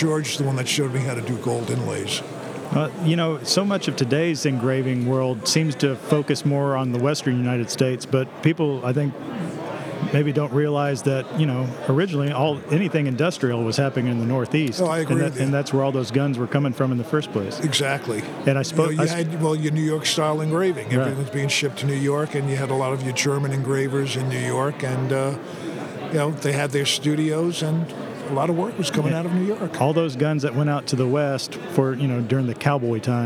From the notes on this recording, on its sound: This is an informal conversation. Recorded live at the 2023 FEGA convention at the Westgate Hotel in Las Vegas, Nevada.